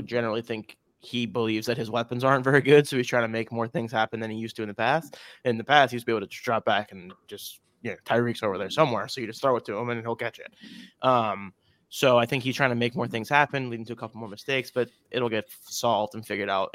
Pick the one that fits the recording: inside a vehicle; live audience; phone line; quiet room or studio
quiet room or studio